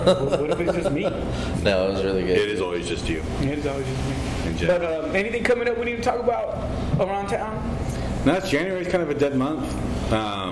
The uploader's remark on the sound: recorded in the one & only Spokeasy Public House